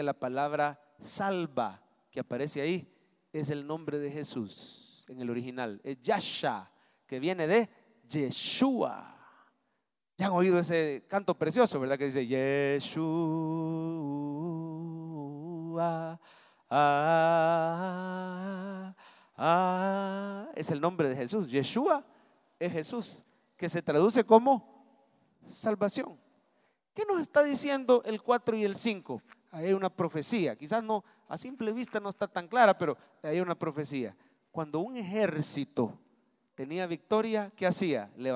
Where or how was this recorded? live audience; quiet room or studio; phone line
live audience